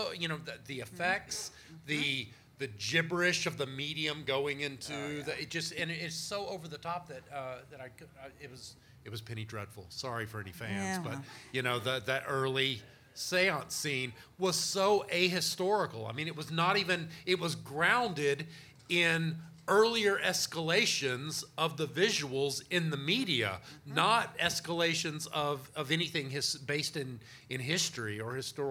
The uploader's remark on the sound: Talking Strange records Live at the Ethereal Horror Fest in Austin, Texas. Episode recorded in front of an audience.